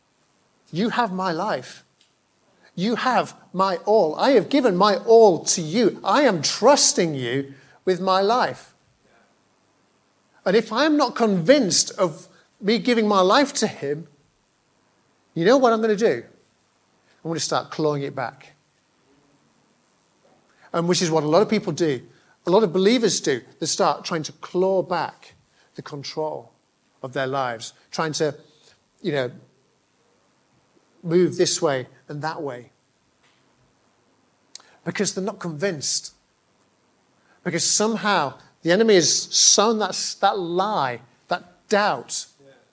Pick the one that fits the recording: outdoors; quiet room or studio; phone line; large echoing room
large echoing room